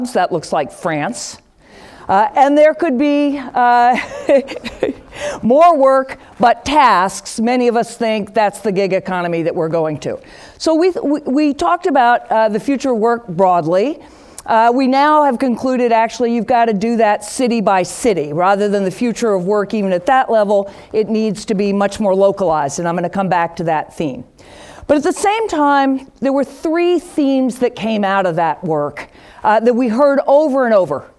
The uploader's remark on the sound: Upfront Summit 2018. With the Upfront Summit audience.